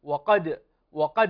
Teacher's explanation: القاف هنا مفخمة ويليها حرف الدال وهو من حروف القلقلة